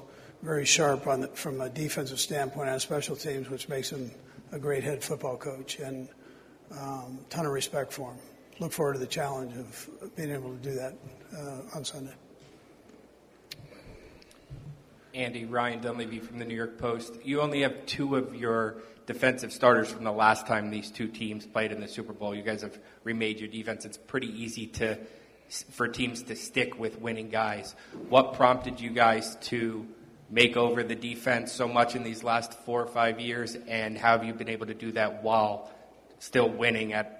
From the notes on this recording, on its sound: live from radio row in Las Vegas